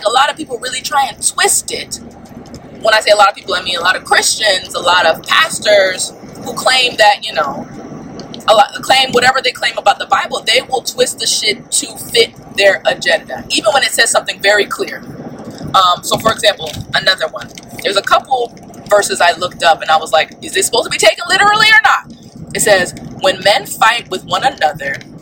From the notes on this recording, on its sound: I want to apologize for the sound quality being so awful. Recording in my car would create horrible sound quality. I tried my best to take out some of the background noise.